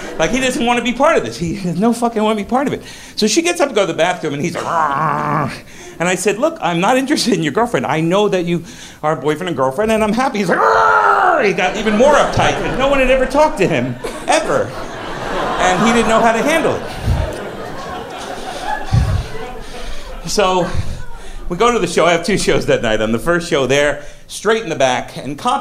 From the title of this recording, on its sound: Live From NYC Podfest 2!